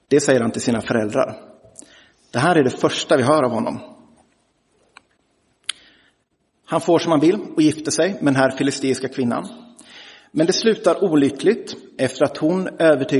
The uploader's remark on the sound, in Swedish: Inspelad i Roseniuskyrkan den 29 januari 2023.